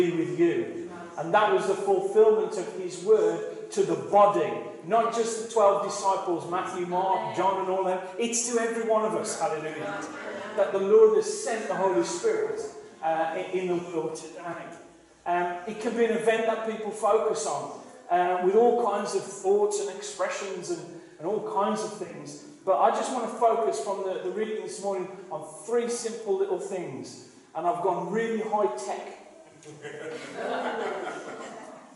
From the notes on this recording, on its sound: KCCs morning service. Please note that this is a live recording and at times the audio quality may not be the best due to external circumstances.